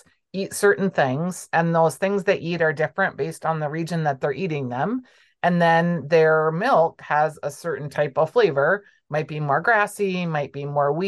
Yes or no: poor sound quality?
no